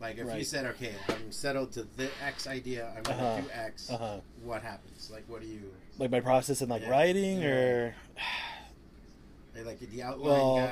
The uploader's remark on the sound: We had him do a signing in the shop and decided to talk comics and shop while eating a nice slice!